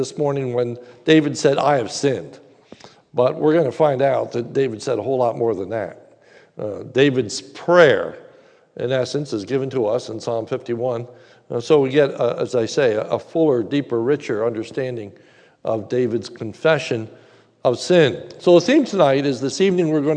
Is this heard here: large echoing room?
yes